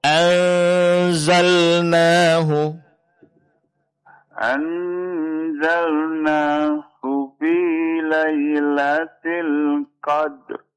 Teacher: nunnya jangan terlalu panjang, Pak, ya. Dua harakat aja.